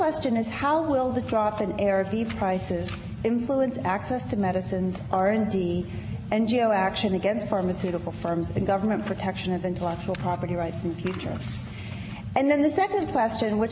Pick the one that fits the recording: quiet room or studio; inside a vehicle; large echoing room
large echoing room